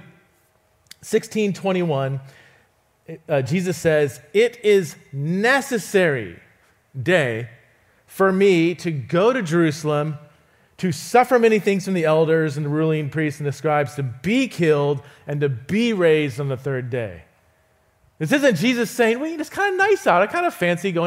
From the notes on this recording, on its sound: visits Resonate Church to teach